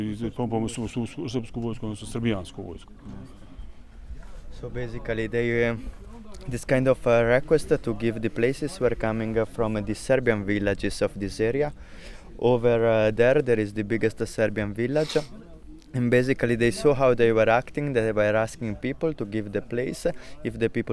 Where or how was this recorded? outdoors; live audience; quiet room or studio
outdoors